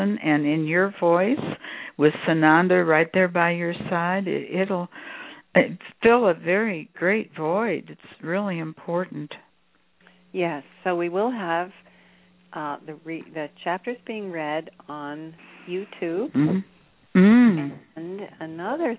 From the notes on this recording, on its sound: In this capacity she will do a channeling session live so that callers can call. Personal responses to callers during the special call-in segment. This radio show is an extension of the written messages.